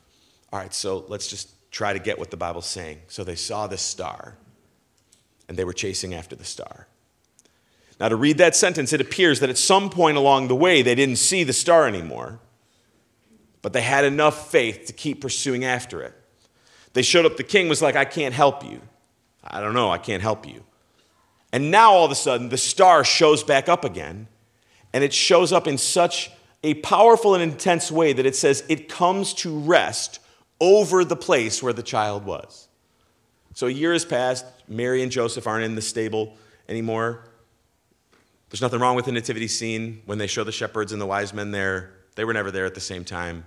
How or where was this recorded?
large echoing room